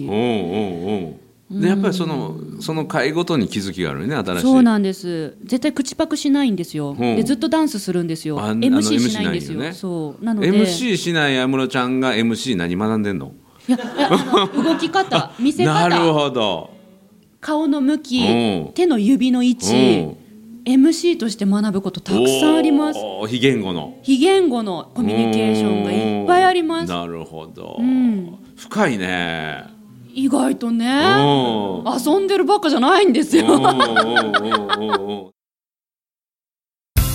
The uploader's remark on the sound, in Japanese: 6月に大阪で行われた公開収録。急遽、当初予定になかった３本目を追加収録しました。